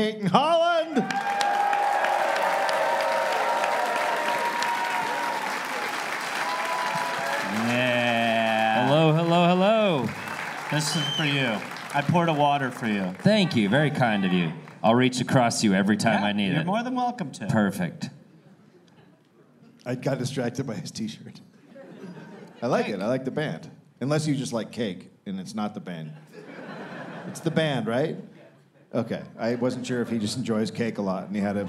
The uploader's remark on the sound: Recorded live at Comedy Works South in Denver.